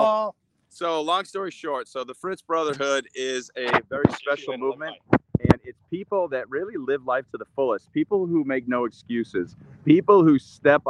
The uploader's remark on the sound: LIVE From The Beach. Broadcast live from the sunny beaches of Southern California! We'll be interacting with you LIVE in the comments section.